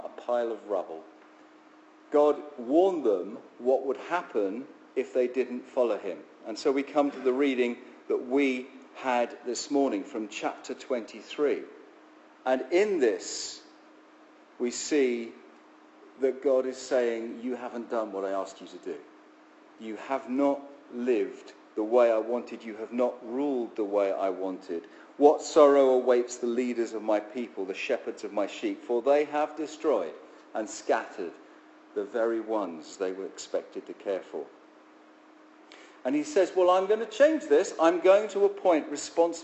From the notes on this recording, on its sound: Our sermon from the 9am service on Sunday 20th November 2016